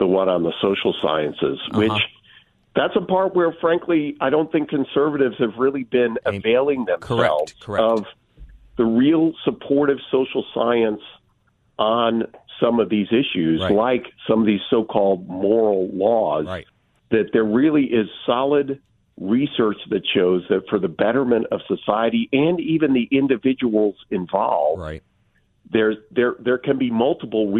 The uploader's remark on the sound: joins the show by phone from a conference at Washington, D.C.'s American Enterprise Institute